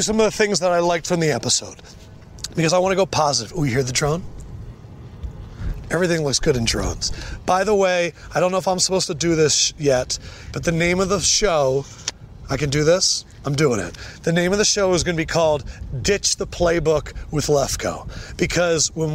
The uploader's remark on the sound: LIVE at Rams Camp